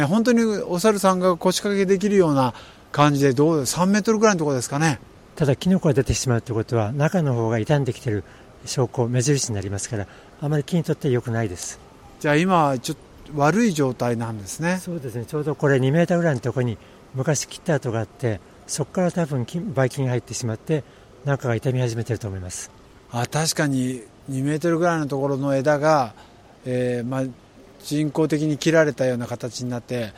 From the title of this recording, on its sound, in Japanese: くにたち大学通り3番からスタート現場から